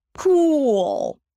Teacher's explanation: The tense oo is a long vowel. It's called tense because you tense up everything when you pronounce this sound. · IPA: puːl